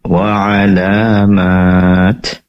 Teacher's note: ketika membaca wa'alamat mat di sini minimal 3 harokat ya. Tadi terlalu pendek, kurang dari 3 harokat, bahkan kurang dari 2 harokat saya dengar tadi ya.